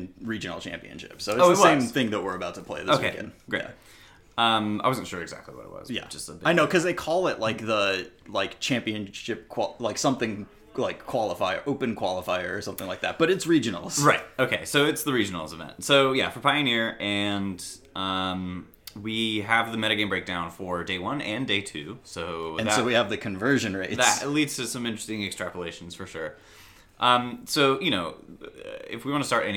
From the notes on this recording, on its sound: Live from Dallas TX! Hanging out in an echoey room.